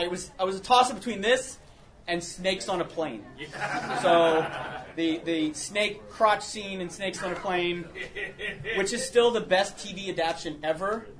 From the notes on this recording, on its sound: PariahCon 2012 Panel. A convention held in central Florida.